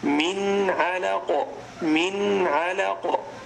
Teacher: تظهر النون من غير غنة زائدة · Term: إظهار حلقي